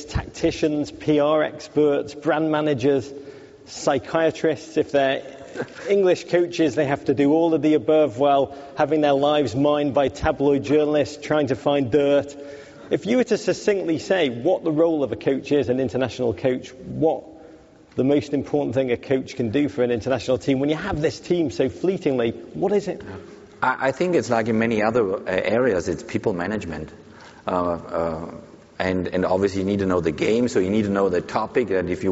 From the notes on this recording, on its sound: Live onstage at SXSW Sports.